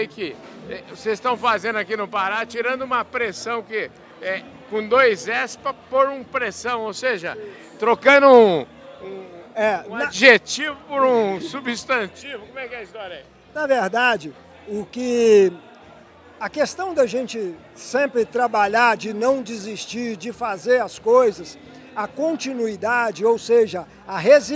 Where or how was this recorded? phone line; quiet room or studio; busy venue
busy venue